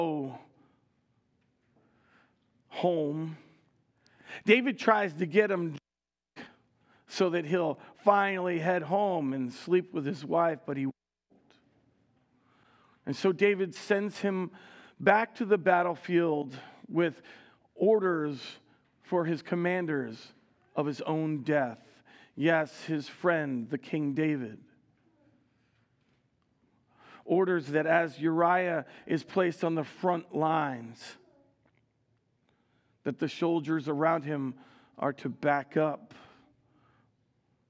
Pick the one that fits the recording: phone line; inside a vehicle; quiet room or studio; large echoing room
large echoing room